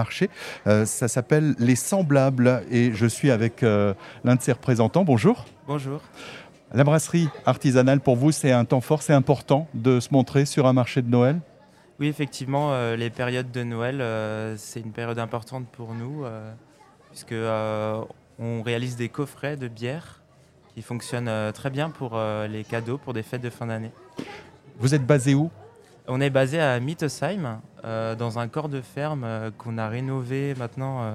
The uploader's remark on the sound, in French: En direct du marché de Noël à Haguenau.